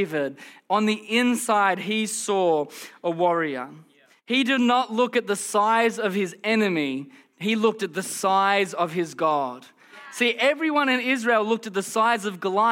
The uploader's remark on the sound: Recorded during our Melbourne East service on Sunday, the 24th of September 2023.